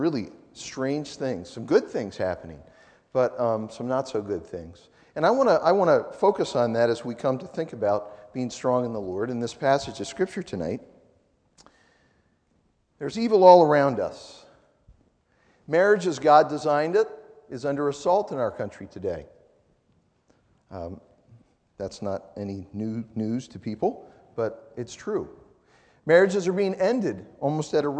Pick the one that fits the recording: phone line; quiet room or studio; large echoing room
large echoing room